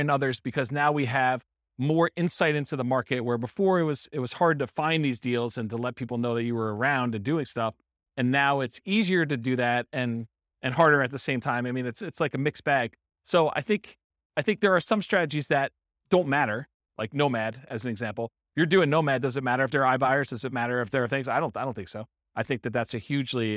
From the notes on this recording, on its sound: This was a live class recorded. In South Bend, Indiana.